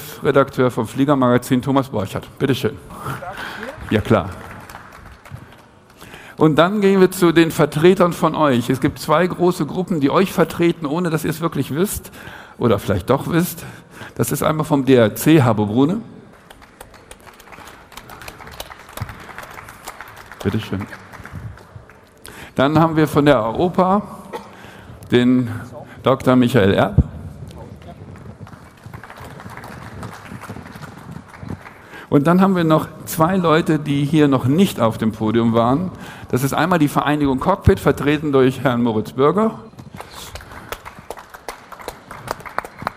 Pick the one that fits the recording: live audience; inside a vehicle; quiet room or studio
live audience